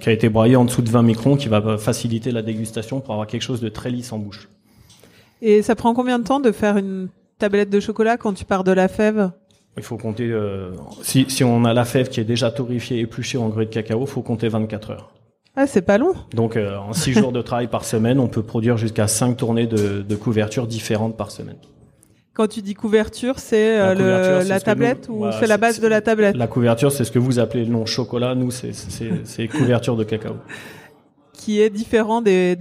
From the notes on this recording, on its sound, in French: Les APETALKS sont des live savoureux organisés en partenariat avec le Food court des Galeries Lafayette Champs Elysées. Chaque deuxième mercredi du mois, à l’heure de l’apéritif, nous invitons le public à rencontrer les fabuleux artisans qui y œuvrent chaque jour.